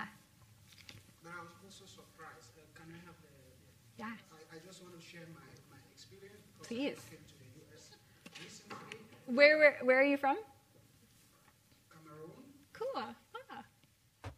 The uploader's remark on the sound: LIVE at Pittsburgh University Speech. This is a live presentation I gave at Pittsburgh University in September 2023 for the Center of African Studies. Live Q&A with the students.